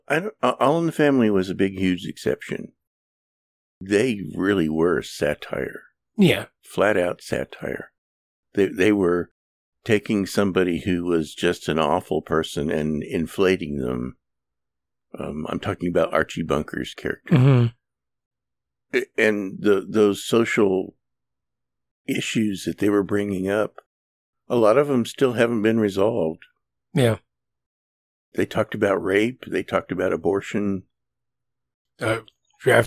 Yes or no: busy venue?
no